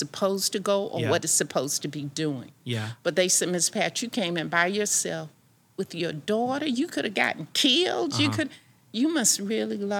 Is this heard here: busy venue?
yes